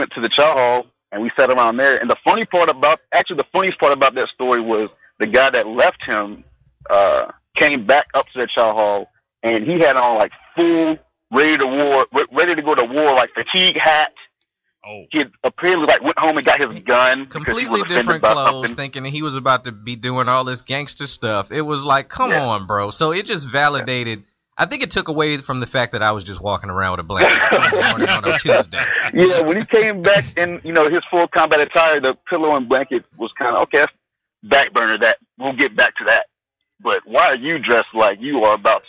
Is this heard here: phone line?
yes